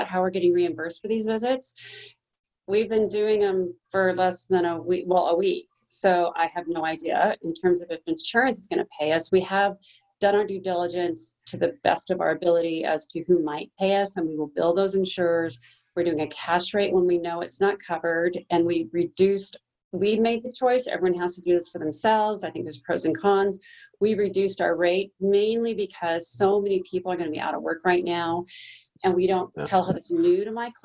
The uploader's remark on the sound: ZOOM Recording of Telehealth Now Presentation